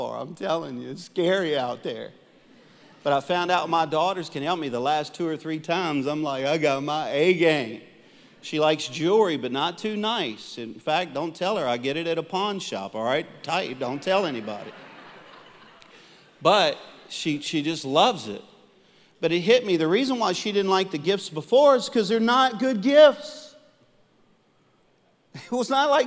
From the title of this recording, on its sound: Live Recording